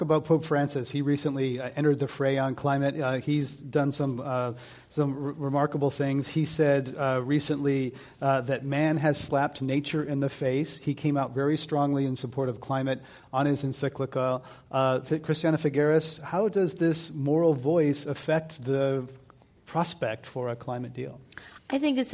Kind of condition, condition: setting, live audience